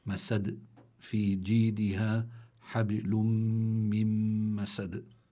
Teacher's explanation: هذه الكلمة تنتهي بدال سكنت هذه الدال لأجل الوقف فصار عندي قلقلة يعني لابد من الاتيان بصفة القلقلة للدال.